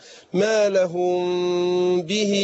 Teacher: الإخفاء بيبقى إيه فتح يسير خالص ما فتحش شفتين